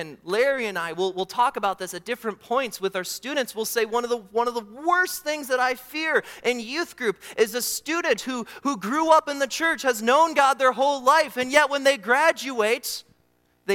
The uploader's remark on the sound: during the Morning Worship Service on Sunday, February 18, 2024, at Calvary Baptist Church in Battle Creek, Michigan